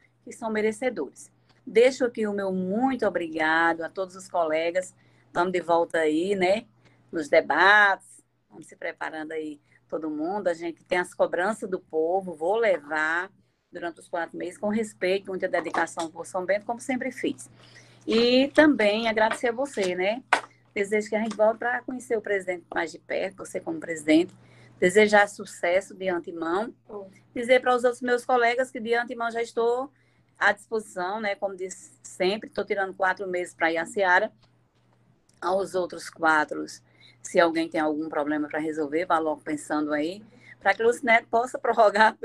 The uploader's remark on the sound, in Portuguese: Sessão Ordinária Virtual. As Sessões da Câmara Municipal de São Bento Paraíba.